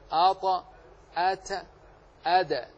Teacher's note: طرف اللسان مع أصول الثنايا العليا تخرج منه أحرف ثلاثة هي الدال والتاء والطاء، الطاء والدال والتاء، آط آت آد، من طرف اللسان مع أصول أي منابت الثنايا العليا، الثنيتين العليين من منبتهما يضغط طرف اللسان عليهما، فتخرج هذه الأحرف الثلاث الطاء والدال والتاء.